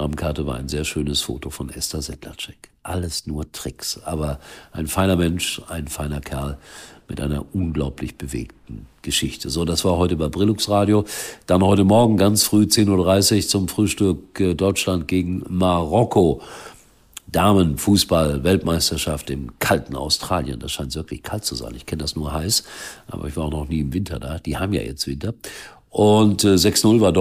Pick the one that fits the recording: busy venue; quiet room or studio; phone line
quiet room or studio